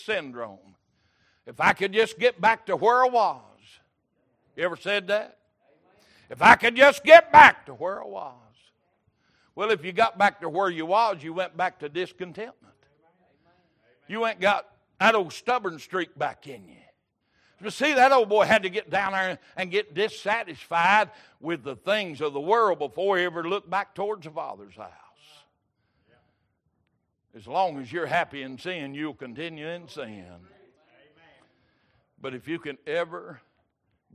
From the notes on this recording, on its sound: Recorded October 16, 2022 - Sunday Morning Servcie